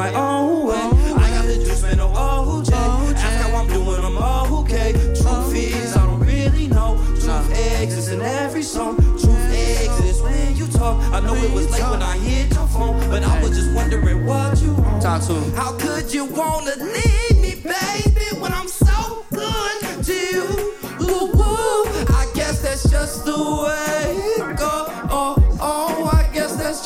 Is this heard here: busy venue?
yes